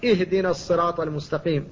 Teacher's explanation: فالهمزة هنا همزة وصل، وإذا نطقت بها فاحذر أن تفخمها . والتنبيه هنا سببه أن هذه الهمزة يجاورها حرف مستعل فتفخم